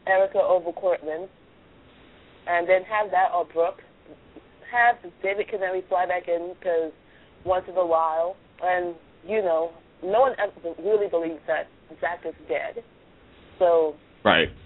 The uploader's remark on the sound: A discussion show where fans can call in and voice their opinions.